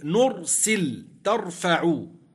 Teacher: سكنت الراء وقبل الراء فتحة أو ضم، يعني لم يكن قبلها كسر تفخم